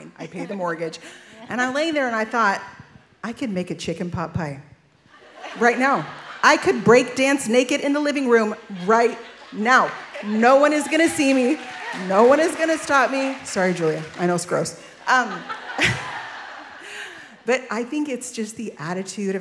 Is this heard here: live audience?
yes